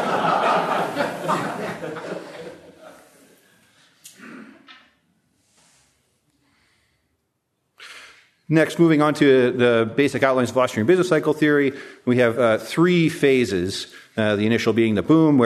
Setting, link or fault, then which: setting, live audience